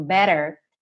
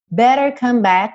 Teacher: um better, típico americano, com esse rarará